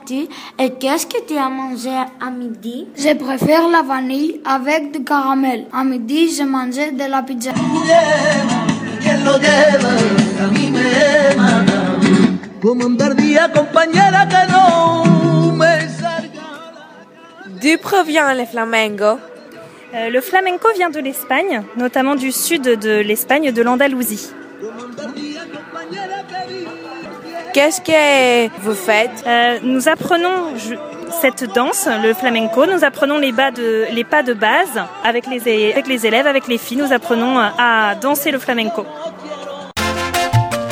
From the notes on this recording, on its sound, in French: EN DIRECT DU CAMP D'ETE. Une interview, un micro-trottoir, une publicité et un bulletin météo en direct du Lechaina!